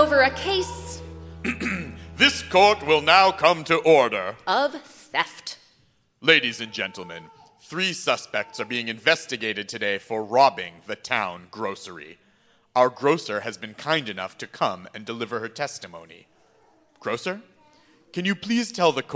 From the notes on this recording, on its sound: Recorded live.